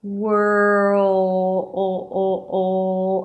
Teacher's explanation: You need that extra sound of the dark L that will transition from the R to the L.